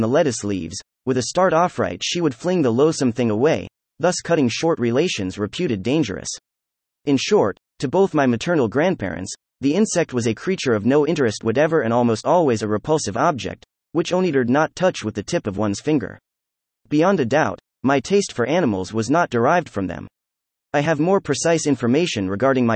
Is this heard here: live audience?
no